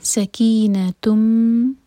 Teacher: تنوین کے بعد میم، ادغام غنہ کے ساتھ، میم کو ہولڈ کریں گے دو سیکنڈز